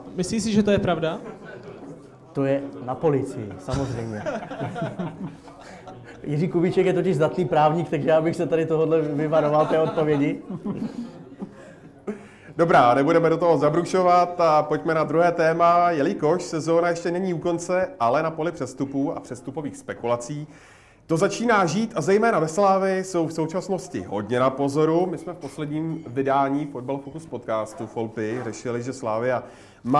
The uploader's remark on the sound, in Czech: Premiérově se natáčelo před živým publikem.